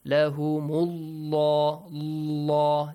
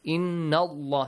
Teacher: the lam in the word Allah is pronounced heavily. Lahumullah, this way.